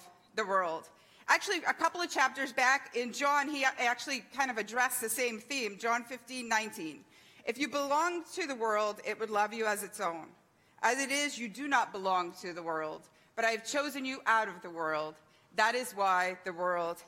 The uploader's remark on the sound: THANKS FOR JOINING US THIS SUNDAY MORNING LIVE FROM GENESIS CHURCH, MEDFORD, NEW YORK.